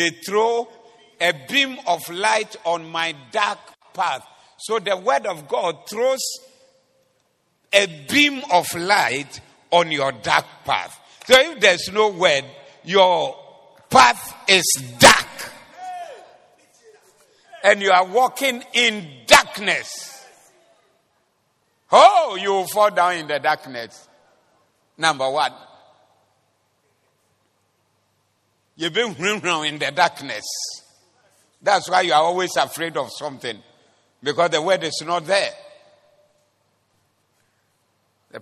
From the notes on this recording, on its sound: Preached at the Doxa Service 24092023.